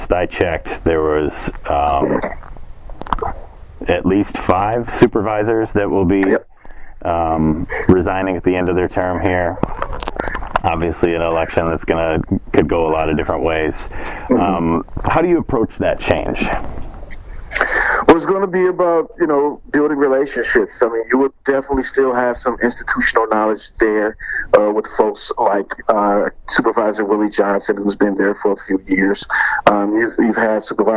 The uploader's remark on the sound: The interviews were all conducted separately, all by phone, largely asking the same questions, Q&A style.